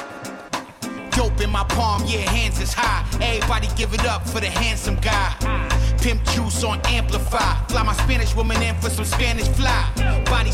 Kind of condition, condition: setting, busy venue